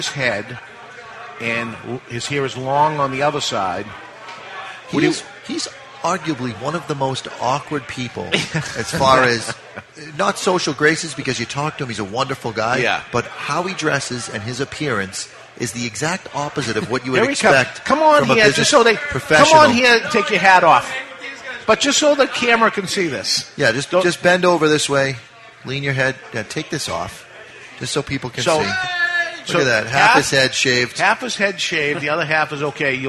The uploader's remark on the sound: Live from The Cigar Bar in Worcester, MA for this year's big NERF!